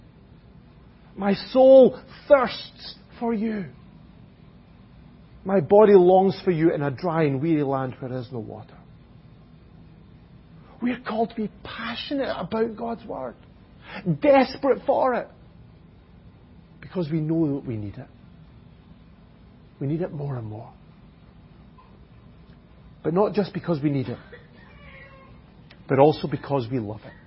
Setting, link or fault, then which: setting, large echoing room